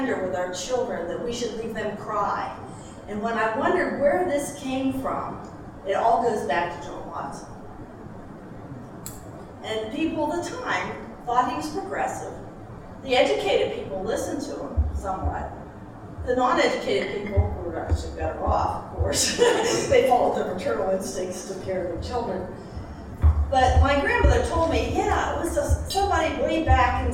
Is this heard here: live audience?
yes